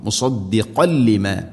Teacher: മുസദ്ദിഖൻ മുസദ്ദിഖൻ ലിമ, മുസദ്ദിഖൻ തൻവീന് ശേഷം ലാം, ഇത് ഗാം ബിലാ ഗുന, തൻവീനിനെ ലാമിലേക്ക് ഇത് ഗാം ചെയ്ത് മണിക്കാതെ ഉച്ചരിക്കണം.